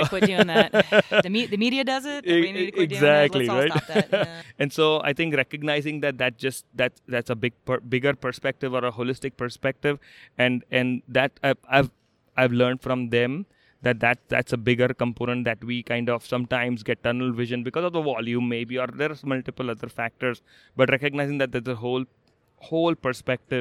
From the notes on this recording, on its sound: Live in the expo hall in Las Vegas during the 2019 NATA Convention.